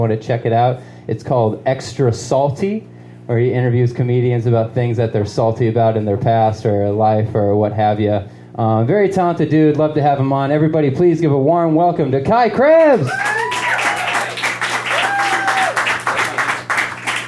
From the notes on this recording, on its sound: Live at Genuine Joe's